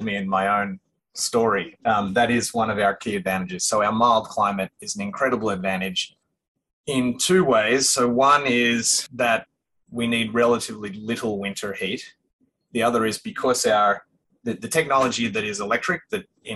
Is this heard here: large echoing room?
no